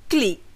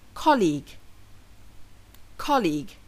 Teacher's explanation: The correct pronunciation of the word has two syllables, not one, and the stress falls on the first syllable. · Shown in: second take